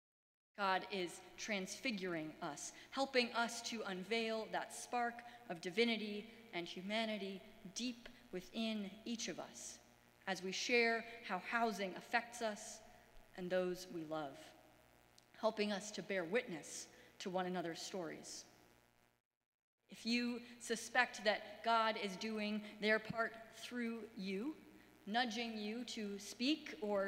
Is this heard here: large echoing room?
yes